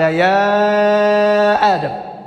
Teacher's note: تحقيق مع المد في المنفصل · Term: التحقيق مع المد